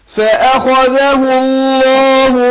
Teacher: اللام هنا لم لفظ الجلالة مفخمة عشان سبقها ايه حرف مضموم